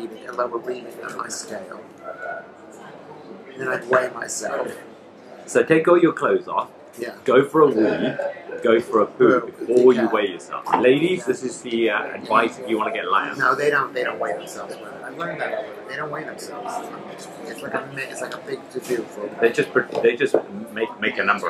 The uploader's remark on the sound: At 32below near the counting house in Edinburgh at the Edinburgh Fringe Festival 2019.